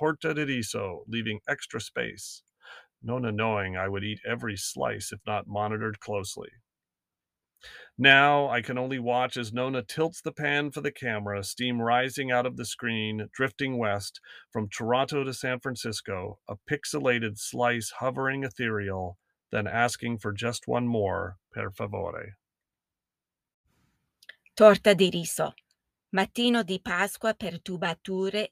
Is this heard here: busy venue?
no